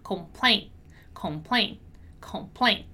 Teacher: As we have seen in previous classes, when we have this construction with N and T in the end, in American English, we normally don't pronounce the letter T. We have a very short ending, and then we kind of eat the letter T. It's a silent T, right?